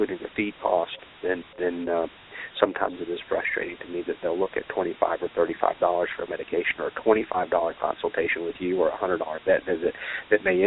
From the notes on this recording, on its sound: taking questions from live callers